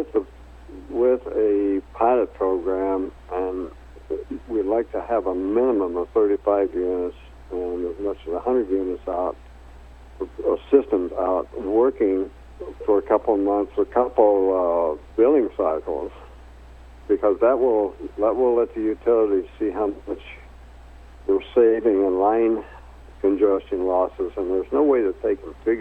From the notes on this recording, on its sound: called in to SmallCapVoice